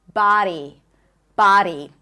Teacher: the D is like a flat D. So it sounds more like a R sound.